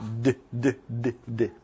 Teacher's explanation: It's a voiced alveolar stop